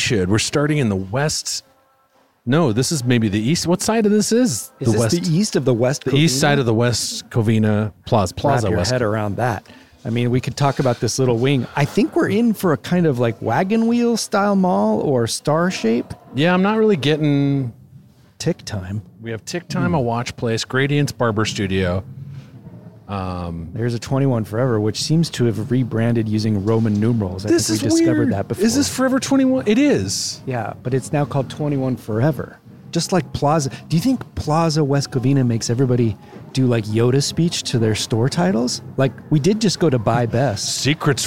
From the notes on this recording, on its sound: They walk a local mall and rate its retail flair, culinary offerings, and audio recording policy violation response time.